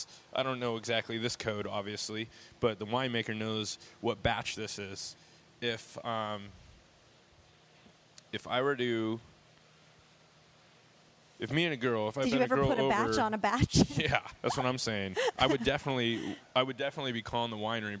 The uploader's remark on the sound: This weeks band comes to us live from the Mercy Lounge in Nashville TN.